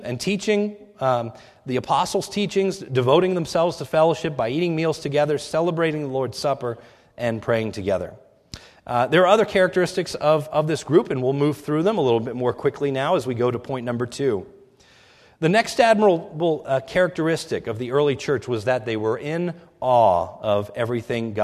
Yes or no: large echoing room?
yes